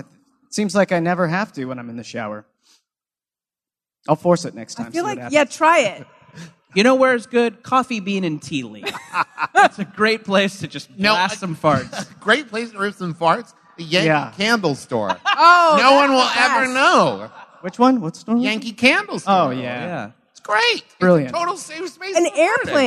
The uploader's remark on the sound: Join me onstage for a live show from the Big Adventure Festival in Costa Mesa, California.